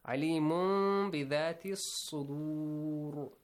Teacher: We hide the sound of meme here. We change the noon to meme and hide the sound. · Term: iqlab